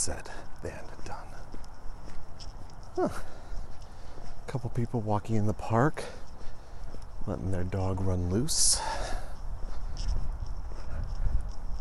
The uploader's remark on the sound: Today I take the walk outside, enjoy the good weather